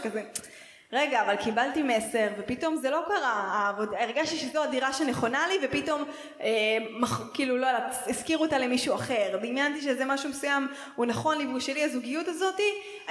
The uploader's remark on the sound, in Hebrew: וב1.9 עשינו הקלטת לייב, בבית חנה בתל אביב והקלטנו יחד את פרק השנה.